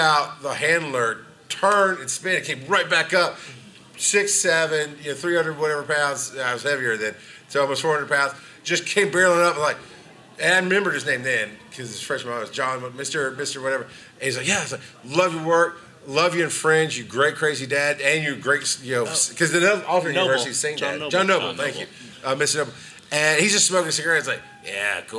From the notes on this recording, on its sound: Join us as we take you on a journey through the electrifying atmosphere of Dragon Con in Atlanta, GA. This wasn't just a podcast recording; it was an interactive spectacle that had the audience on the edge of their seats! This live show at Dragon Con.